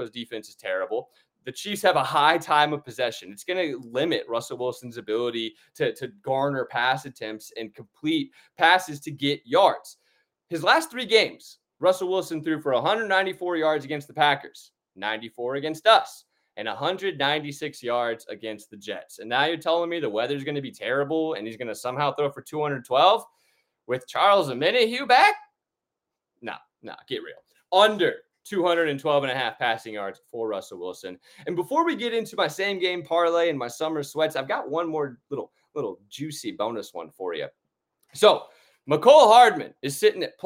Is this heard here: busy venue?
no